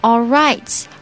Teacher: right 要发得好听，就要把 I 的最后那个小 E 发出来